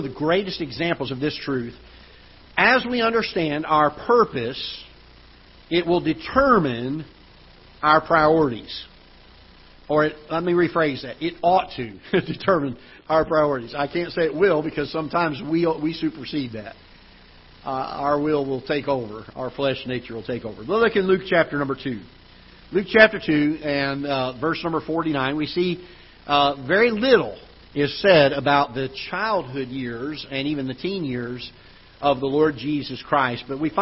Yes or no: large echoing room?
yes